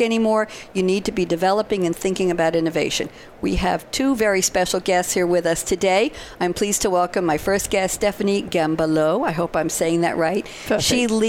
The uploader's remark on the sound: Live from Sap Sapphire Now 2017